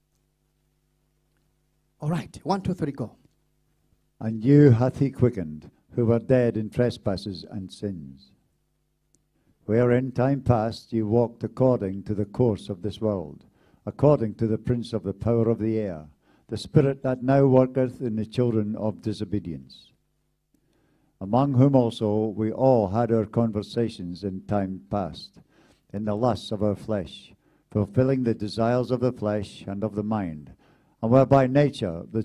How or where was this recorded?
large echoing room